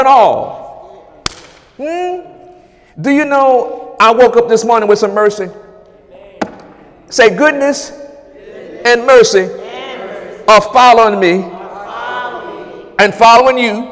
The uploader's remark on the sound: During Wednesday night service on January 10, 2018.